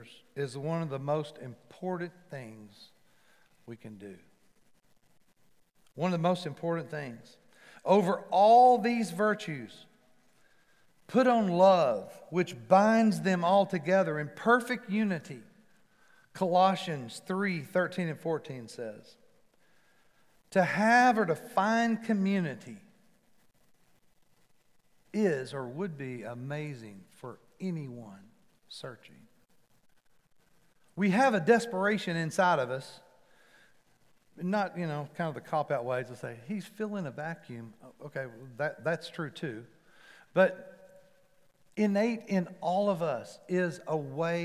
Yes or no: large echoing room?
yes